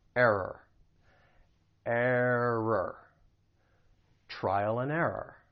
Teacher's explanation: The word has two syllables, has those two R sounds. Just remember that the stress is on the first syllable.